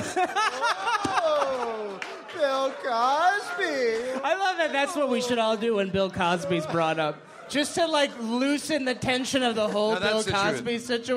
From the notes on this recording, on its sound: This episode is live from San Francisco Sketchfest.